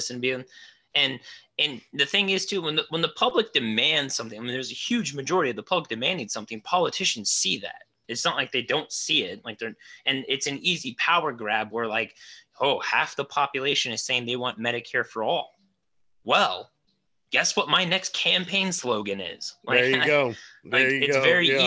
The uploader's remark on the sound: Just a simple Zoom meeting, Hitting record, and seeing what is behind the curtain.